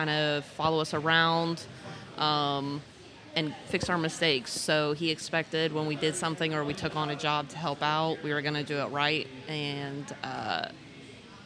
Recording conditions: sounds in the background